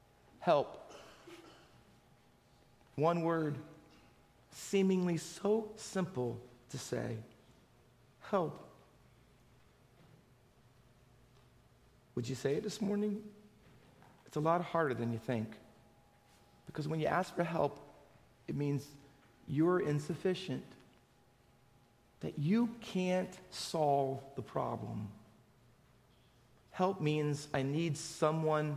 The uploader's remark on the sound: Faith Baptist Church in Hamilton, NJ.